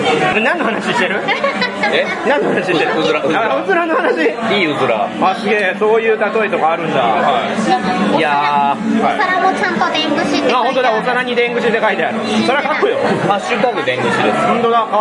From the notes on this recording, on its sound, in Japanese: 店内収録のため、騒音雑音が激しく入っております。